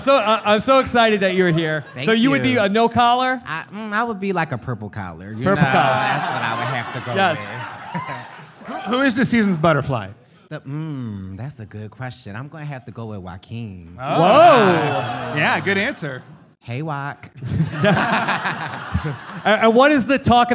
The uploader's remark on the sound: LIVE from the Gotham Comedy Club in NYC